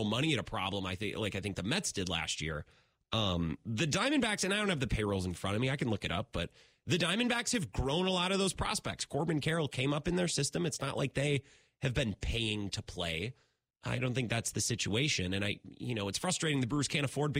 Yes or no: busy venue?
no